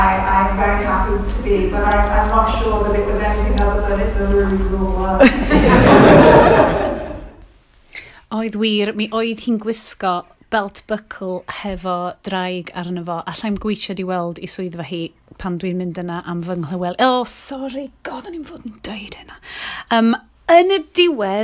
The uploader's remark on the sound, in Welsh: Recordiad ar hap yn nigwyddiad BAFTA Cymru. Ymddiheuriadau am safon y sain eto.